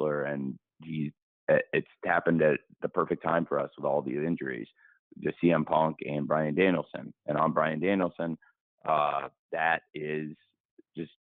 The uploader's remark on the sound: Media Conference Call